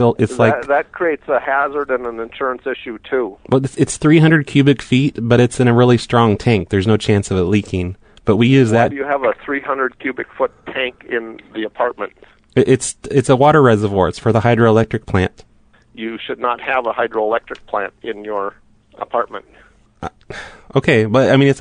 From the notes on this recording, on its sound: Prank Phone Calls Collection.